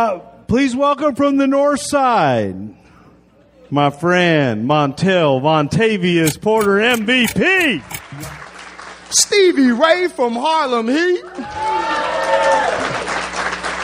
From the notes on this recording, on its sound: recorded at the Houston Improv.